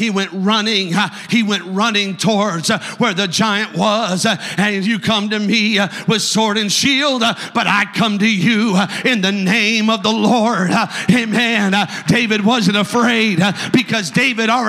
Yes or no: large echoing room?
yes